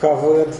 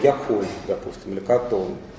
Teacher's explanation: Отличаются они вторым гласным основы, да, в отличие от «катав», «шамар» и прочих нам привычных, где «патах» во втором слоге, здесь будет во втором слоге «э» либо «о», «цер» либо «хулам», соответственно. · Term: глаголы состояния